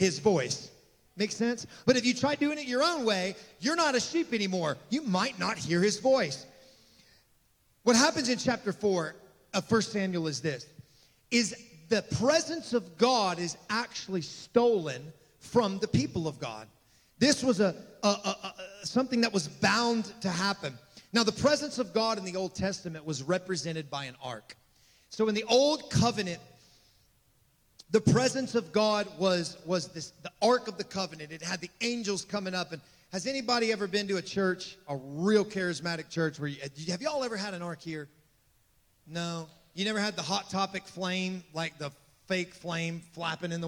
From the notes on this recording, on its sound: This message was recorded on the morning of April 1, 2023, at Gateway Church in Richmond, Indiana